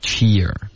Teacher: Cheer 的这个 e 的音发得太弱了，发成 chair